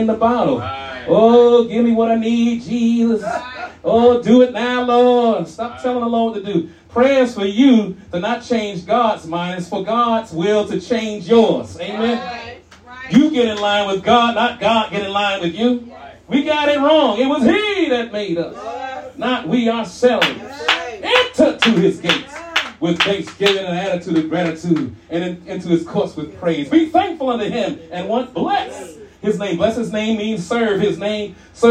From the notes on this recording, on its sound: Shared this message live at RACC on 9/24/23.